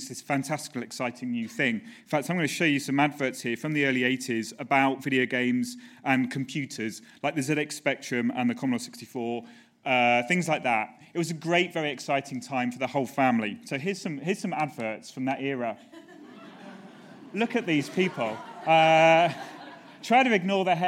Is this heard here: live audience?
yes